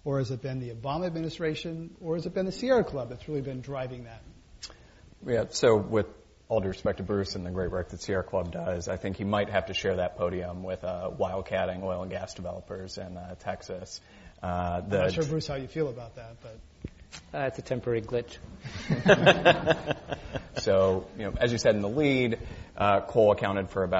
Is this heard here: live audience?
yes